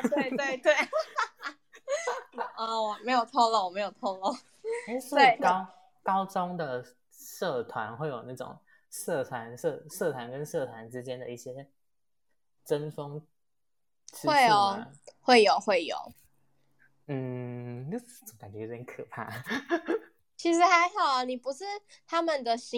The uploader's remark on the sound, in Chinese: 因為第一次錄音有一些小問題。